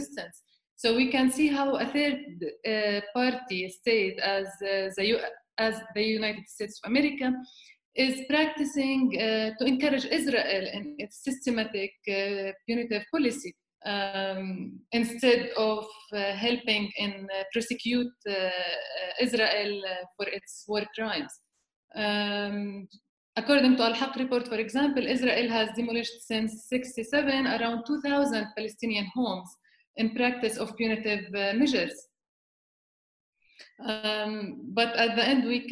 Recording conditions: video call